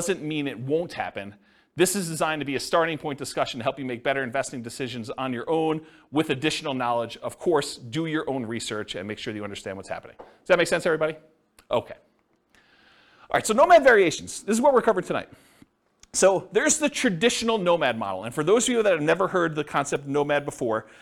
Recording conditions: live audience